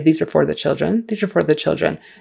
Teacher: When I'm speaking that rapidly, it's more of a fur.